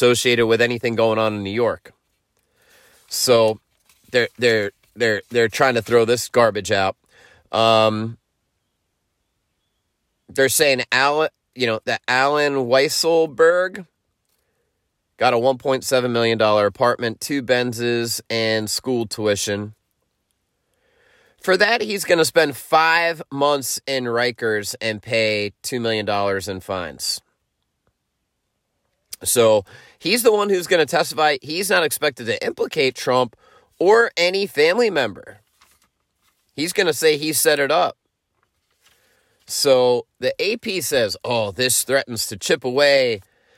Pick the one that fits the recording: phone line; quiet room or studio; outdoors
outdoors